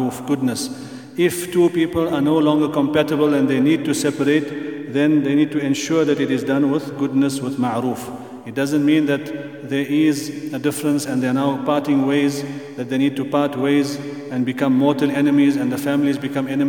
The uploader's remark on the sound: at the Houghton Masjid (West Street)